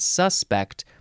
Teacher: I think it is suspect, where you emphasize the second syllable because that's more of a verb. But if you emphasize the first syllable and you said suspect, that would be more of a noun